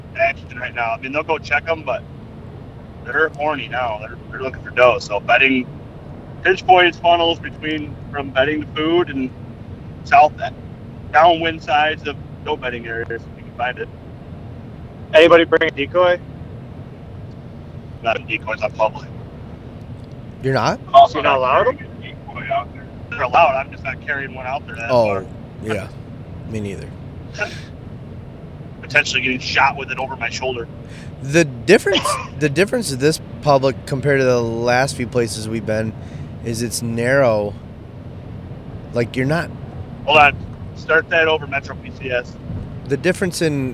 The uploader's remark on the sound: We are on our way to our 1 week in November public land hunt and recorded our first episode of the trip in our vehicles.